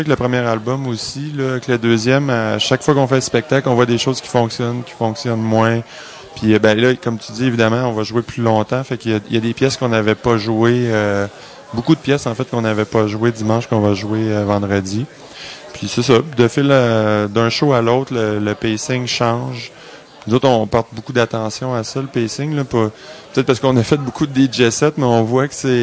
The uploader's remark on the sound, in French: au Festival d'été de Québec, sur les ondes de CKRL 89,1 en direct du bar Le Sacrilège.